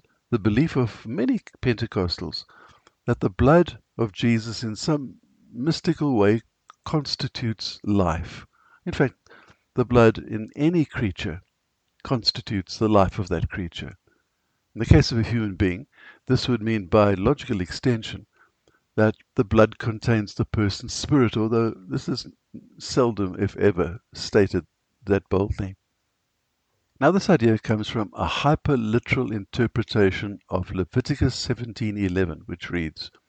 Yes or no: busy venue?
no